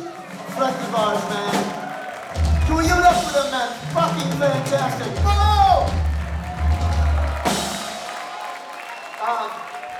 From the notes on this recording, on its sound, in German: als die Vorband bereits auf der Bühne stand